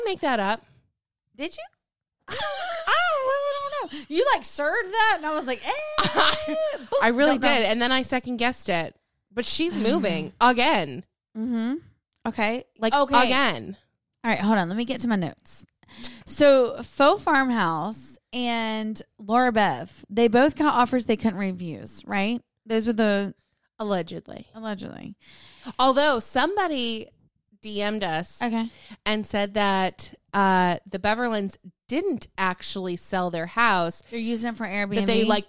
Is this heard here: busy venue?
no